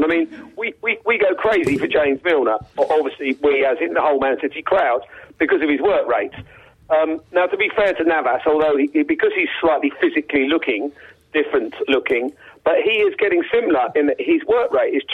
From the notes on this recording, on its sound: join by phone guest